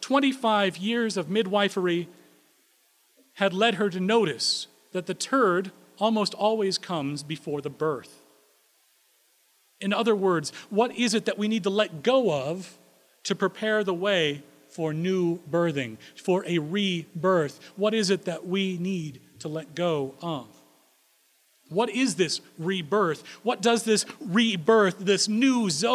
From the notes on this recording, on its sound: Recorded April 3, 2016 at Corona United Presbyterian Church